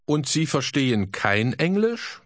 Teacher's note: Try to ask with a rising tone